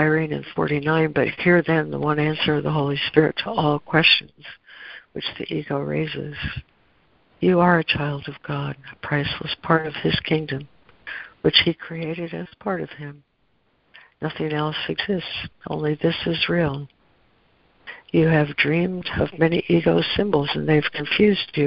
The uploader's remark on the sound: ACIM Daily Conference Call